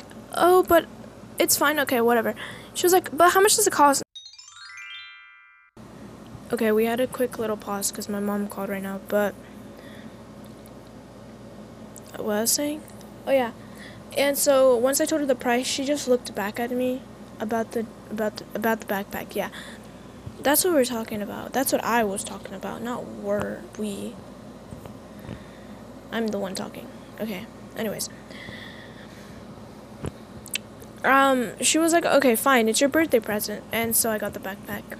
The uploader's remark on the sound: I apologize for the slight noise of the AC in the background.